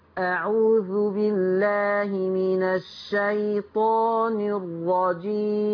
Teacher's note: وإحنا بندي زمن الياء ما نطلش الزمن عشان ما يقلبش معايا بمد